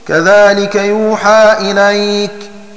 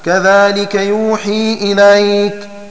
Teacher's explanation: بفتح الحاء وألف بعدها في اللفظ · Shown in: first take · وقرأ غيره بكسر الحاء وياء ساكنة بعدها: كذلك يوحي إليك.